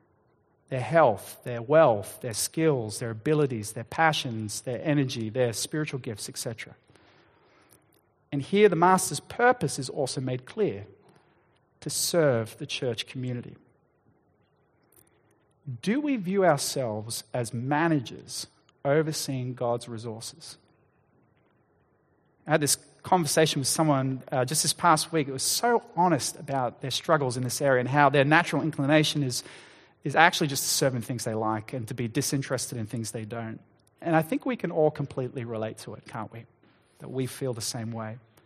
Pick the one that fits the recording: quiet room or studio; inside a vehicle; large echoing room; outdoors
large echoing room